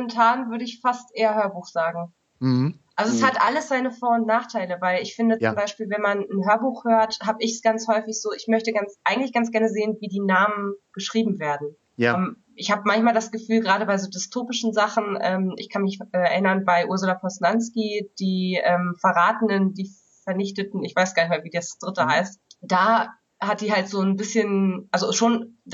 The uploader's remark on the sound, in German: Entschuldigt bitte, dass die Tonqualität leider nicht auf dem üblichen Niveau ist, da die Diskussion via Skype geführt und aufgenommen wurde.